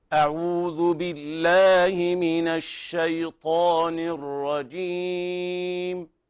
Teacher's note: المناسب هنا أن أنا أمد العارض للسكون 4 حركات أو أكثر، لا أقصره